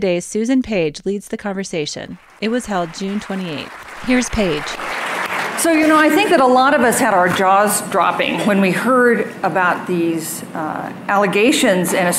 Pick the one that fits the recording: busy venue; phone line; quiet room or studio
busy venue